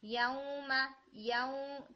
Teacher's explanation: आपकी जो साउंड है वो बहुत ज्यादा जा रही थी, नेजल साउंड बहुत ज्यादा हर लेटर में जा रही थी, जैसे याउमा याउ, तो आप याउ को बोलते हुए ना आप अपने थंब से और फिंगर से अपने नोज को थोड़ा सा प्रेस करें तो वो क्या हो जाएगा, याउमा याउमा, तो आपको साउंड का डिफरेंस फील होगा, याउ याउ।